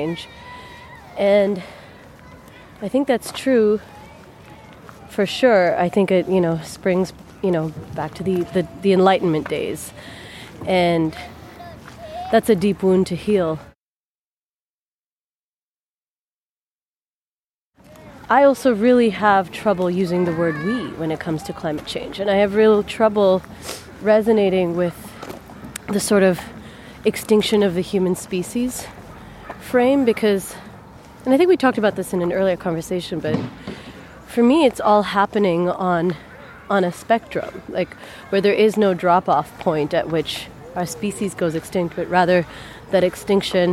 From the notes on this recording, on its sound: This episode was recorded at Trout Lake Park in Vancouver on April 2, 2021. Kindly accepted to go on a ‘soundwalk’ with me.